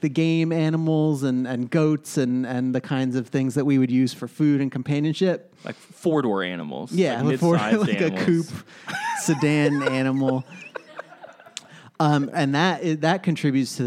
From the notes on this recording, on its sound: Live from Philly. Was recorded live at the 6th Annual Philadelphia Podcast Festival.